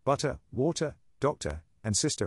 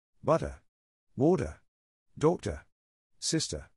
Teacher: the American habit of uttering flap T's over real T's that require slightly more effort to produce · Shown in: second take · In English, one says the words, butter, water, doctor, and sister as butter, water, doctor, sister.